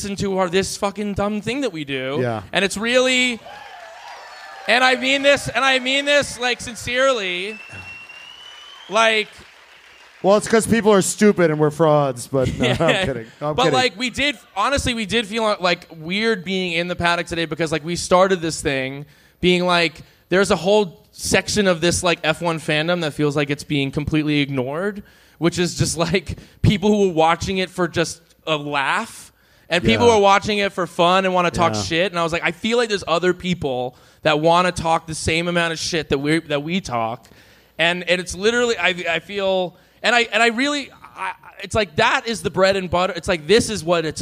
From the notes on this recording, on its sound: 2023 USGP LIVE SHOW IN AUSTIN. The guys recorded LIVE at the Vulcan Theater.